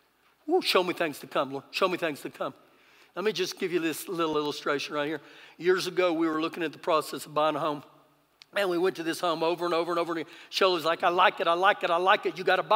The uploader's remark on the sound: Recorded live during our Sunday morning service